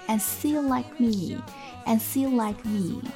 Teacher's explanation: k 跟一个鼻音，所以这个 k 它会失去爆破